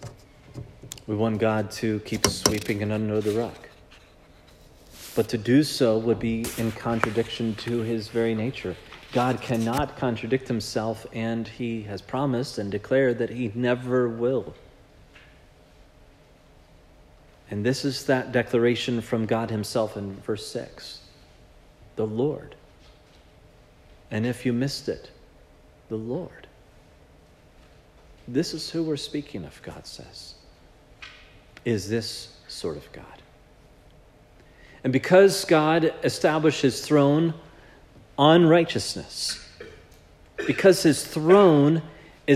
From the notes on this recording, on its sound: This sermon was preached at Providence Church on January 14, 2024